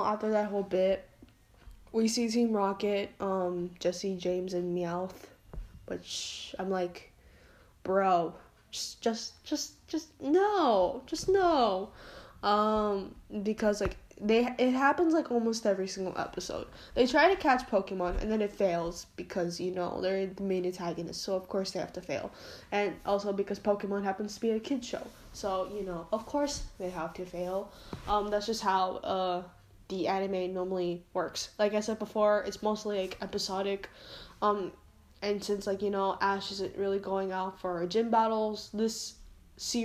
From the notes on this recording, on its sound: Sorry for the fan background noise